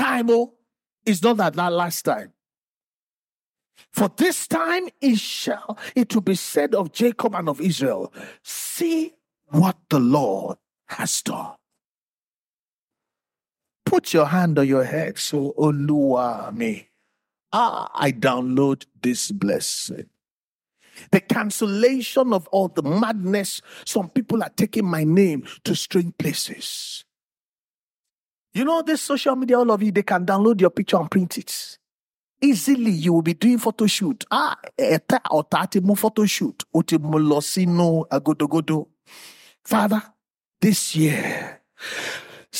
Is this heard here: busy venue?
no